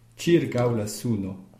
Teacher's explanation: Donc, dans circau, il n'y a que deux syllabes. Cir est donc l'avant-dernière, c'est celle qu'on doit accentuer.